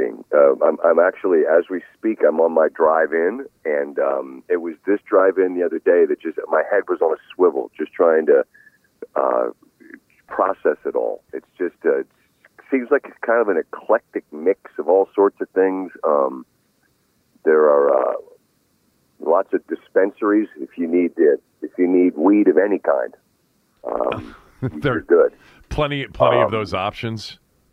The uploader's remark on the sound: called in from Southern Hills in Tulsa